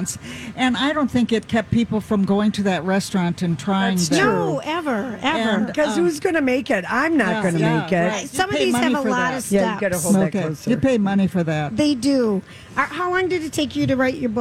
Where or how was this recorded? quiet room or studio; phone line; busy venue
busy venue